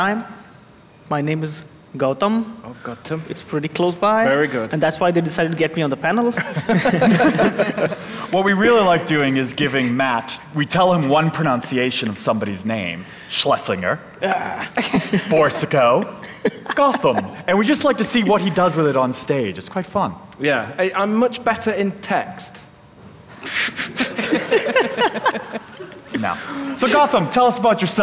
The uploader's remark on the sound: LIVE from Gophercon UK. LIVE from LondonGophers as part of GopherCon UK!